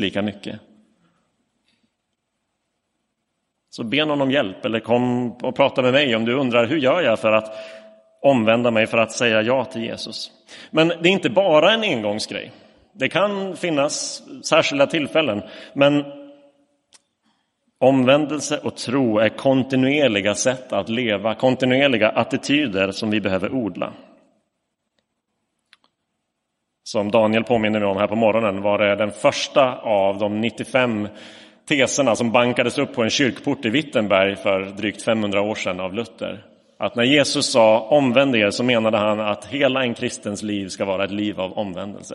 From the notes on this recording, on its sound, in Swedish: Inspelad i Roseniuskyrkan den 4 december 2022